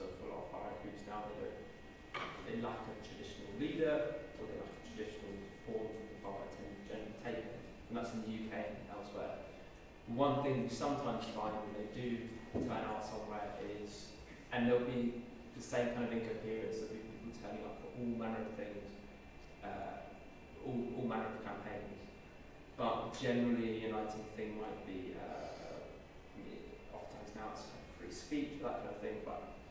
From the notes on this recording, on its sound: This O3C Seminar Series event was recorded March 15, 2019, at Loughborough University